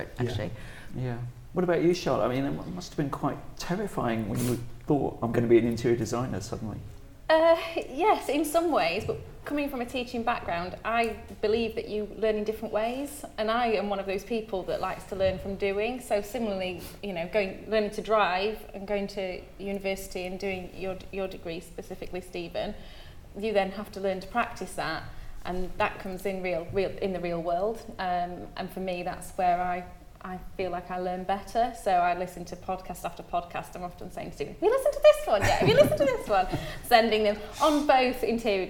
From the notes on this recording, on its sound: Recorded in front of a live audience at Design Central South West in Blagdon, Somerset.